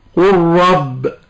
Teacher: وإدغام اللام في الراء للتقارب في المخرج والصفات